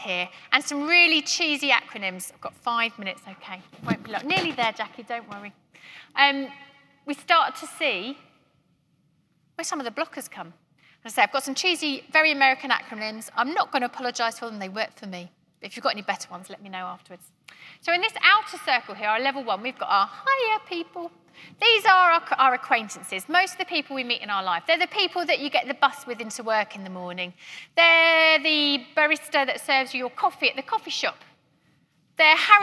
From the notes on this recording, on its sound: keynote at GREENHOUSE 2021